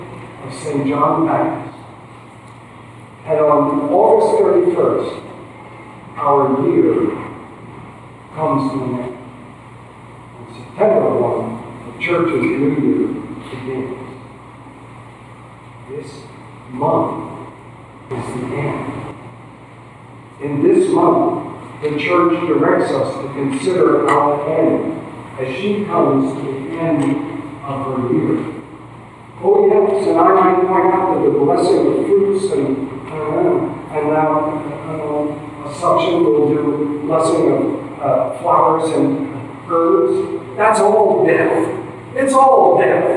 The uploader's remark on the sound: please excuse the poor audio quality